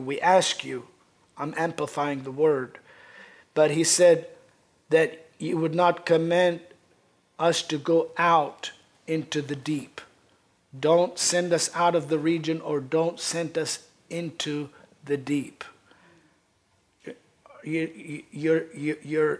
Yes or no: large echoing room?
yes